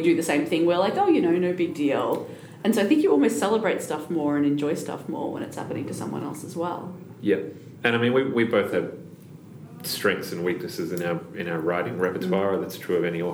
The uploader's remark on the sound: Live from the Obsidio launch. This special bonus episode is brought to you live from the book launch of Obsidio.